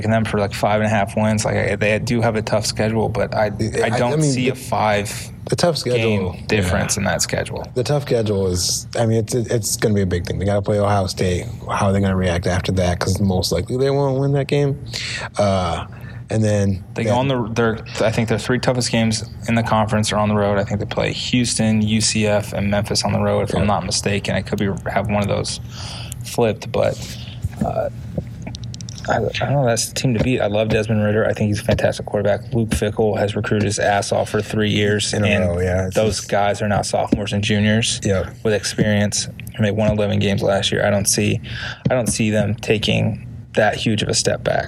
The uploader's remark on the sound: Live from AAC Media Days. AAC Media Days in Newport, R.I.